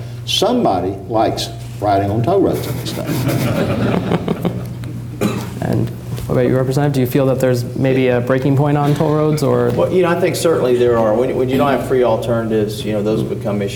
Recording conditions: live audience